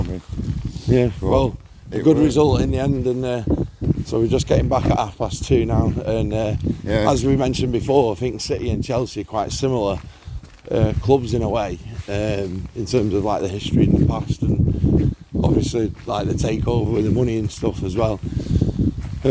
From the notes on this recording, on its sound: Chelsea Away (Stamford Bridge). Finish the podcast off on the walk home from the mini bus. Hopefully, the sound is ok as this had to be recorded on our phones.